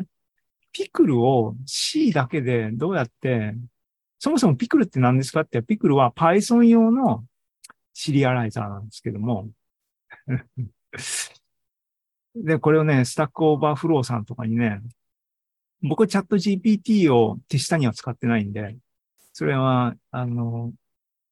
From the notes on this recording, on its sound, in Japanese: ２０２３年７月２９日に開催した ZOOMライブの模様です